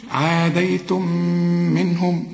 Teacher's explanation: ميم ساكنة مجردة من التشكيل، وبعدين الكلمة التي تليها بتبدأ بمين، هنا بقى بيحصل إدغام، إدغام بغنة